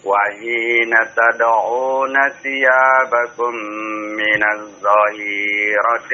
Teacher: Yang panjang hi-nya bukan dha-nya ya